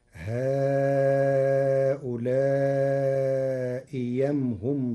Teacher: قرأ ورش كلمتي هؤلاء أم بإبدال الهمزة الثانية ياء خالصة مفتوحة فتصير هؤلاء يمهم ضلوا السبيل.